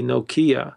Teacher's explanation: The accent is on the first syllable.